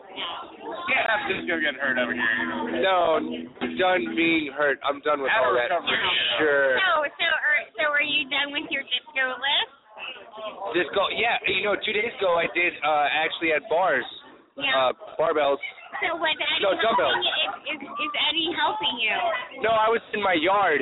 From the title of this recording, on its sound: live at the Old Towne Pub